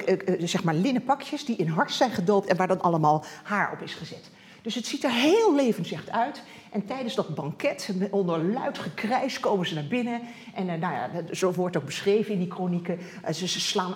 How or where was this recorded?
large echoing room